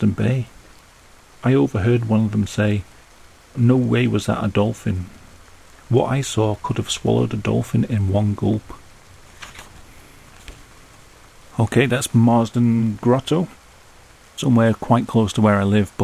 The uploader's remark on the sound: Chilled readings of scary stories with a gentle rain sound in the background.